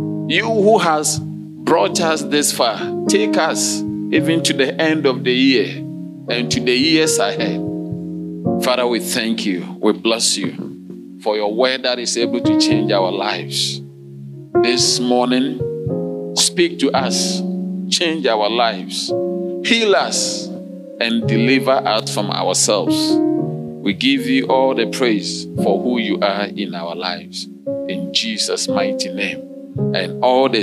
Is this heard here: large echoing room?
yes